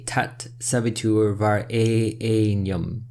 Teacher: elongated the E, created actually 2 syllables, it would actually not add up to 3 8 syllable lines.